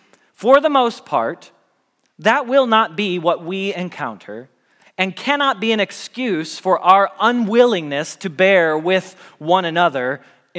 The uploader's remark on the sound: Message Preached at Valley Creek Church